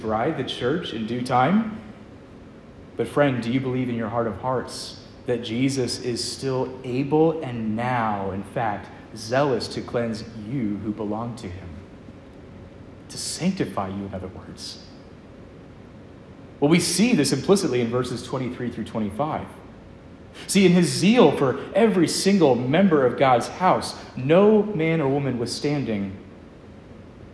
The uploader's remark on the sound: Preached at Edgemont, ARP in Covington, VA